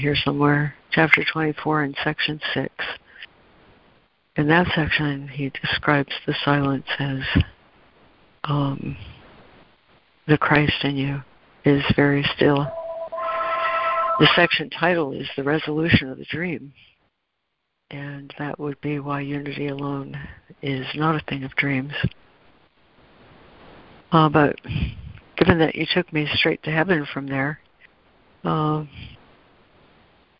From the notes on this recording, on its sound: ACIM Daily Conference Call